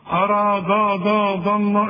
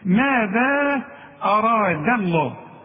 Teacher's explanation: رقق لي الدال وفخم لي الراء وفخم لي اللام بتاعت لفظ الجلالة · Shown in: second take